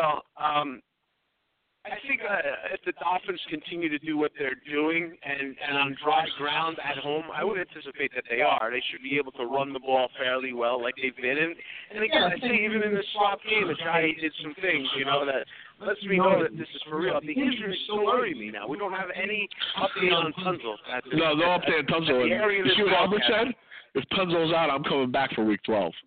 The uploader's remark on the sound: Live from Miami Mike's Sports Bar in East Hanover, NJ!!